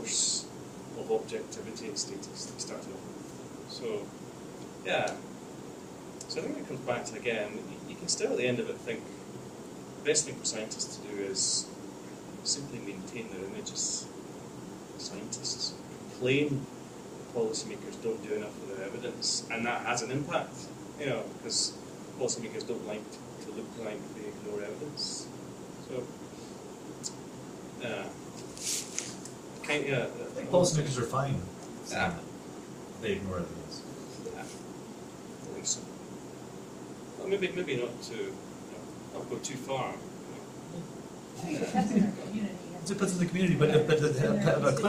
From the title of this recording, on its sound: lecture and Q&A at the School of Public Affairs, University of Colorado Denver